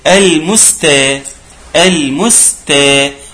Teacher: الخطأ ايه؟ بالتاء، يجب تكون بالتاء، وانا قلتها بالطاء، وده خطأ كثير جدا